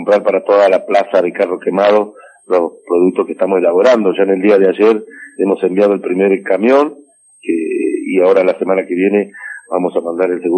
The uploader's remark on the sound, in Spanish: entrevista telefónica